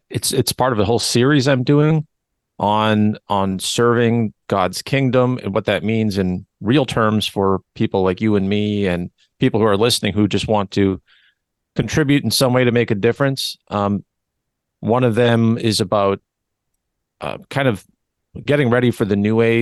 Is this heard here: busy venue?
no